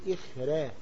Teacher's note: حيرقق الراء لأنها الراء قبلها ساكن وقبل الساكن مكسور، هيقول إخراج.